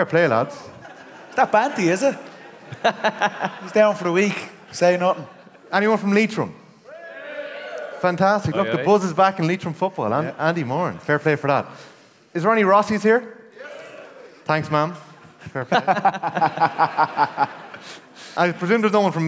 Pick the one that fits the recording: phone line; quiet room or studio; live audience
live audience